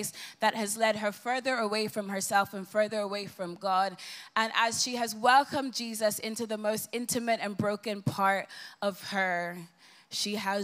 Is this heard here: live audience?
yes